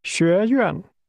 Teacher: The tone first rises, then falls.